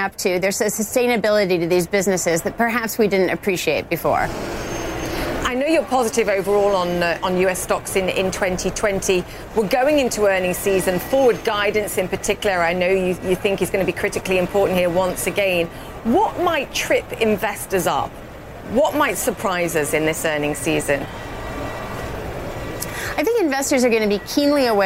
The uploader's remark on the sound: live from the New York Stock Exchange